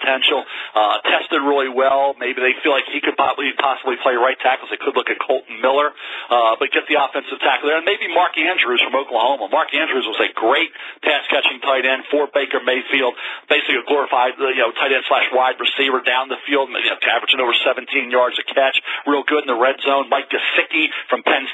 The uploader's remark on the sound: NFL Draft Conference Call